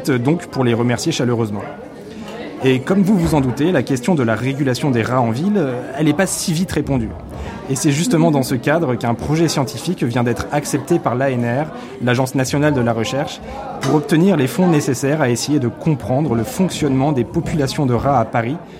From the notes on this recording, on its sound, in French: nous sommes allés lever le coude à Rennes